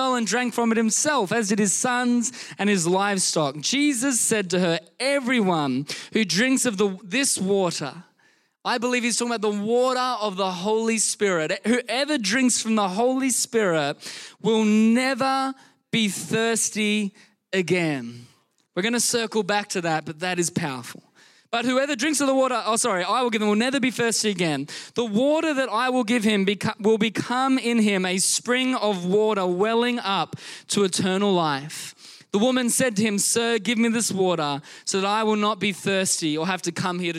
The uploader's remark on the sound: Recorded during our Melbourne East service on Sunday, the 28st of May 2023